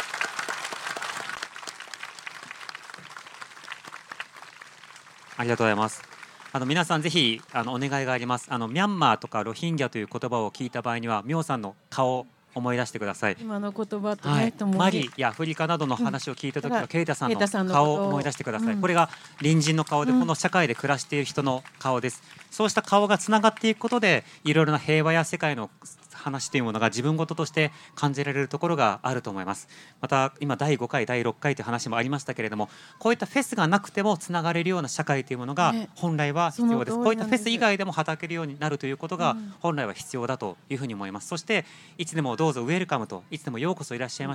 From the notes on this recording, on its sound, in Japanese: 難民・移民フェス公開収録。